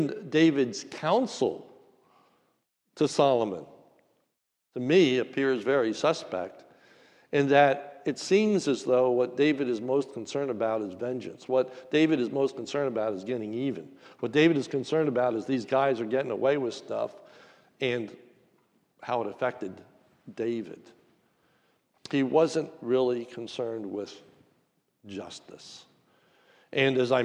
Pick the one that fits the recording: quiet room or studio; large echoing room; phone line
large echoing room